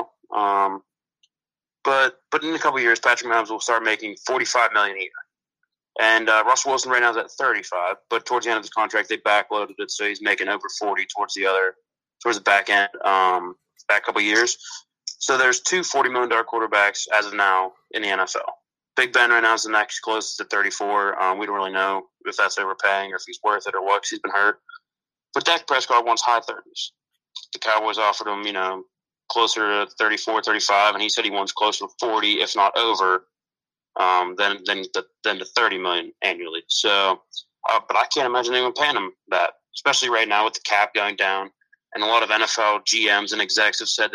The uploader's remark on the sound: on the phone.